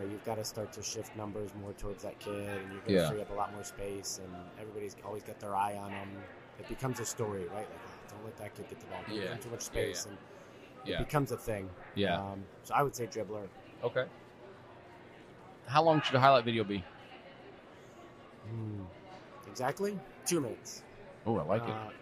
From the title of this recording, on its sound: Live from the USC Convention